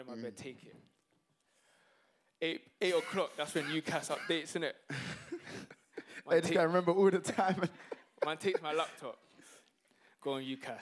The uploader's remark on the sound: this episode is the footage from our very first live show!